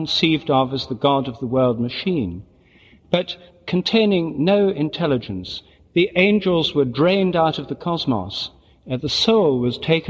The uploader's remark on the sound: Recorded in Munich in 1992 at the Benedictine Abbey of St Boniface on September 29, the feast of St Michael and All Angels. Recorded in Munich at the Benedictine Abbey of St Boniface, on September 29th, 1992.